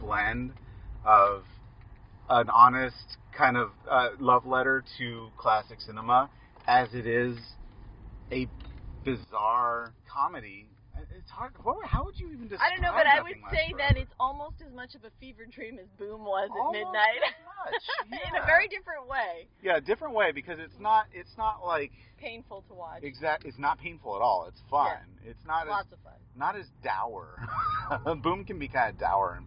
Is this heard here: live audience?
no